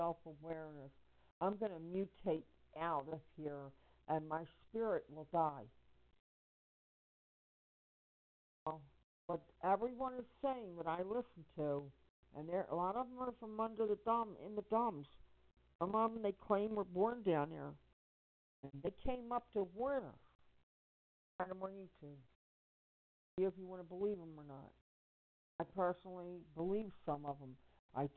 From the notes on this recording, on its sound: Conference call for general chat, support